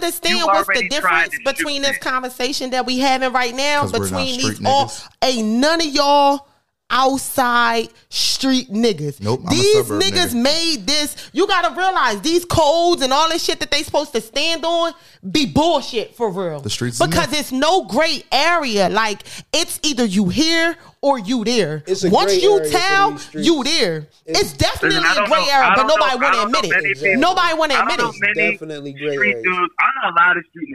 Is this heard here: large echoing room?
no